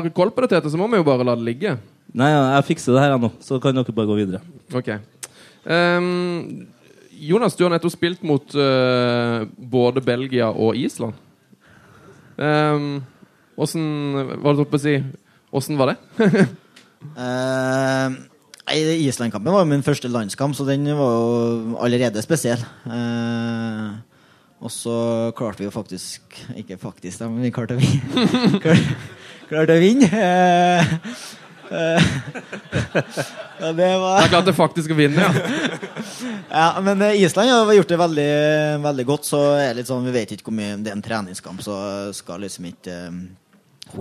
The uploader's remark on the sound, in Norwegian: live EM-finaleshow fra en herlig pub i Trondheim